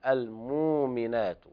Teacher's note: قرأ ورش بإبدال الهمزة المفرد حرف مد من جنس حركة ما قبلها